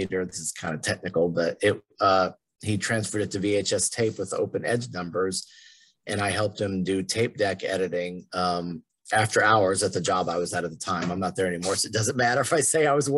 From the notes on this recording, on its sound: sadly we did have some connection issues again, sorry